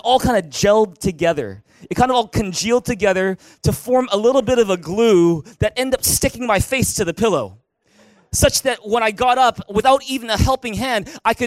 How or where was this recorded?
large echoing room